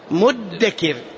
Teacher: ثم أدغمت الذال في الدال فصارت مدكر، وهي قراءة كل القراء، ما في أحد يقرأها بالإظهار، وهي مرسومة في المصحف هكذا مرسومة بالدال، فهل من مدكر؟